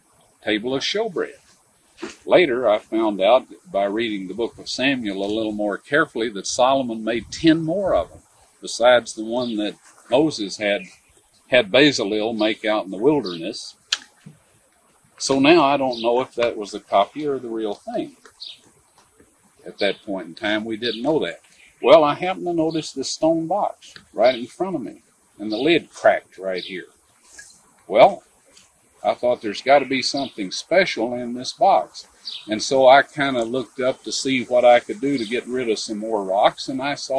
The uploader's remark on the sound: taped this session at the Garden Tomb of Jesus in 1991